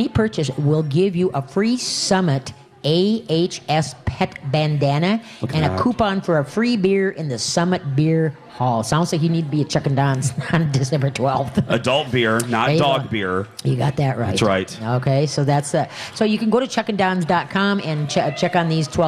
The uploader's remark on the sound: We are LIVE from the New Chuck and Don's